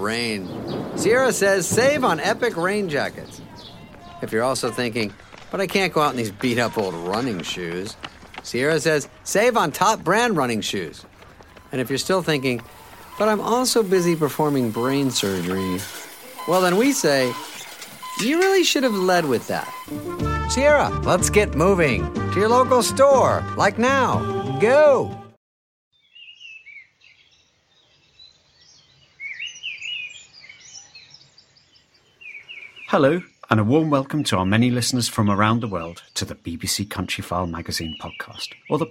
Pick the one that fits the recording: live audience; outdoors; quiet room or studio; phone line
outdoors